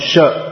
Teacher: In Bengali, they all become sha. There's no s sound in Bengali, it's all sh.